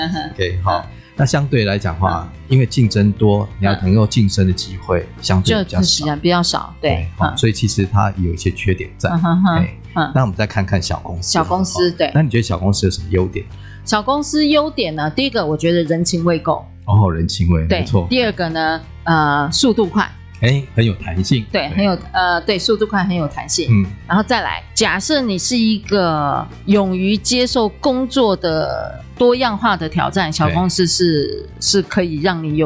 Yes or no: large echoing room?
no